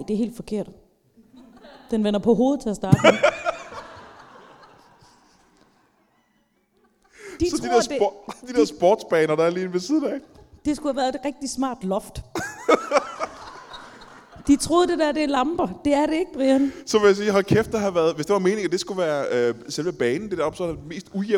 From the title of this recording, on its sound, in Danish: LIVE fra Kjellerup